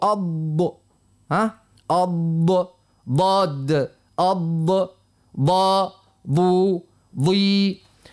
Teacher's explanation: واللسان يمشي على جنب يعني على الأضراس يمين ولا يسار ولا الزوز مع بعضهم